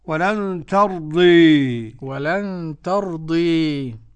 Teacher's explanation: وقرأها بالإمالة الكبرى سيدنا حمزة رضي الله عنه والكسائي وخلف العاشر